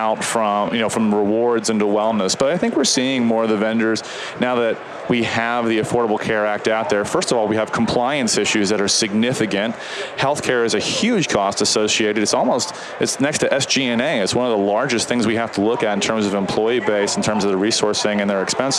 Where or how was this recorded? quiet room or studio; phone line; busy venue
busy venue